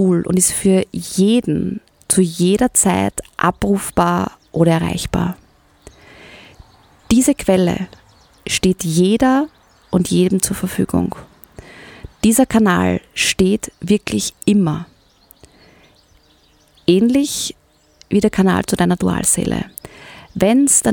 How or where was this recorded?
outdoors